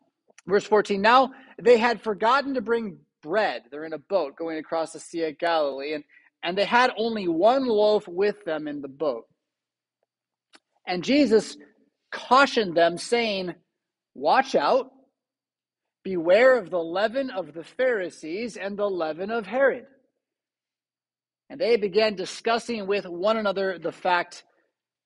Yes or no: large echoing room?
yes